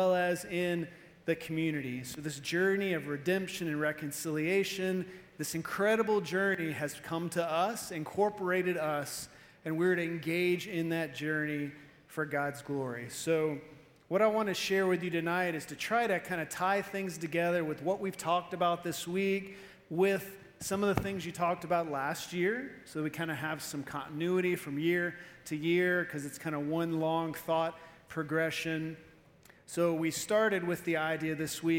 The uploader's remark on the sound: Evening Service-Missions Conference